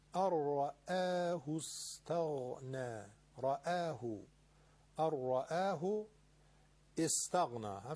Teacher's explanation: حرف همزه وصل استغنا در صورت ابتدا با کسره است، اما ما که داریم وصل میکنیم طبیعتا اونو حذفش میکنیم